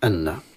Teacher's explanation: النون المشددة تغن بمقدار حركتين، وبعد النون مشددة ألف